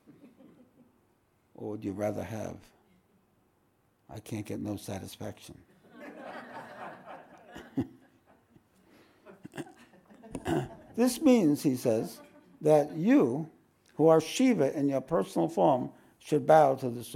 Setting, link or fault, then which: setting, live audience